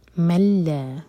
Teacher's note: ممن یدعو دال پر قلقلہ، من دون اللہ دال کے لیے اخفا اور آگے لام جلالہ لائٹ، ملا یہ ادغام بغیر غنہ کے، نون نہیں پڑھیں گے